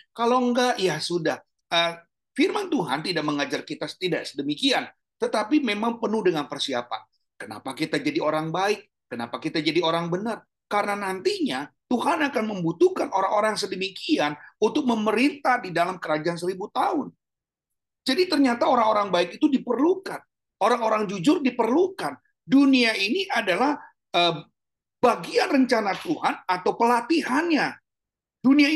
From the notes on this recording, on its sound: Audio Zoominar.